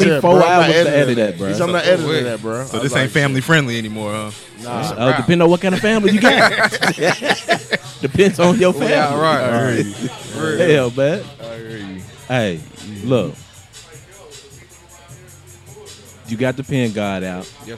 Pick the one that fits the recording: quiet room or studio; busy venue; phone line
busy venue